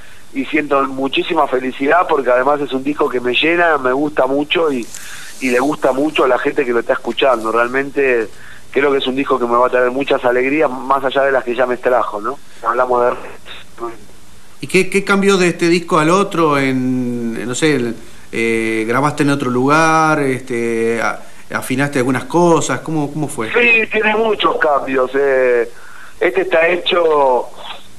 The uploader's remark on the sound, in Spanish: Entrevista telefonica